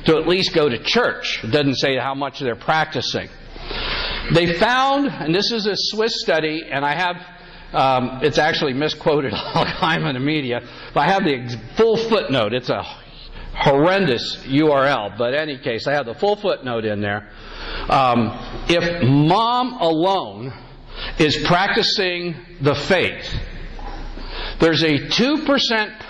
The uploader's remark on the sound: Today’s episode is a recording from a talk. At a Catholic Men’s Conference.